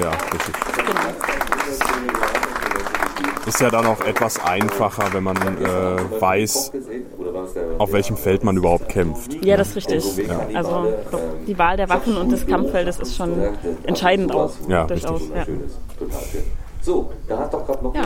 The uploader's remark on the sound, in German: die auf dem Podstock-Festival entstanden ist